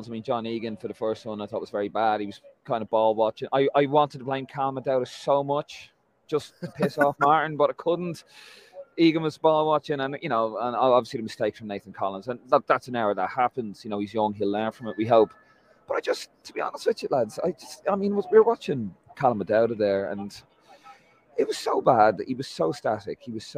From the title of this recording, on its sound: LIVE reaction from Lansdowne Road!